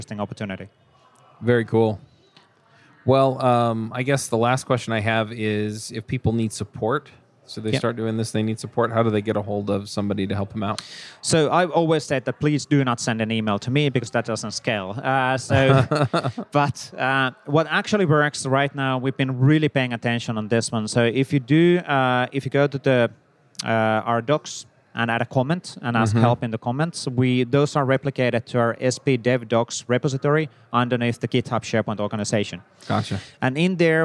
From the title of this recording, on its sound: LIVE at Microsoft Build